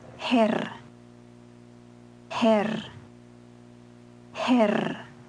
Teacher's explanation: The Swiss R is trilled.